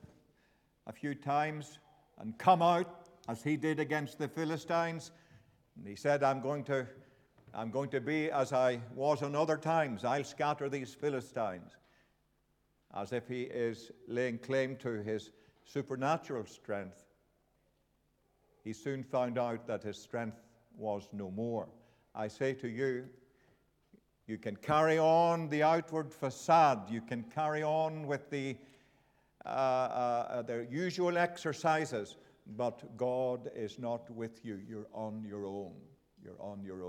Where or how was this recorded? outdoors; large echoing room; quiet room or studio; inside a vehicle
large echoing room